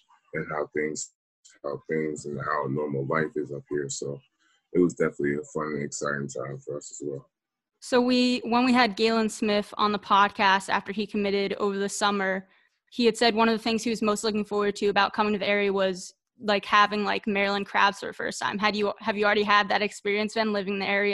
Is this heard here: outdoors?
no